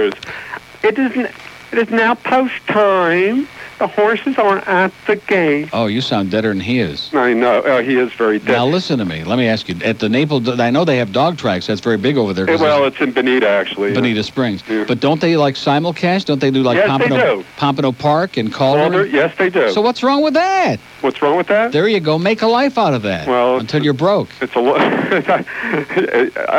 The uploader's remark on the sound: 2nd day of WIOD simulcast on 620 WSUN in Tampa. Gets calls all over the state.